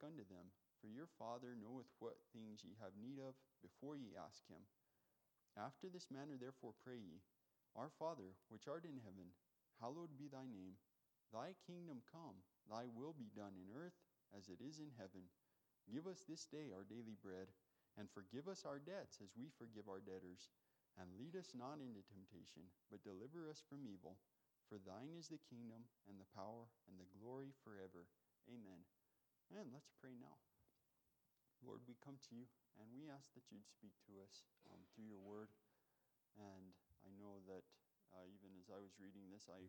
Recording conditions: large echoing room